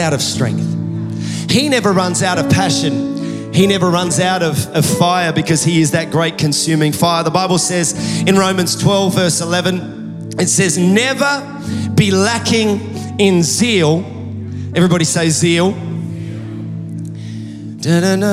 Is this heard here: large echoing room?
yes